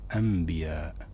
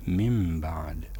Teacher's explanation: تقلب النون إلى ميم بسبب مجيء الباء بعدها · Term: إقلاب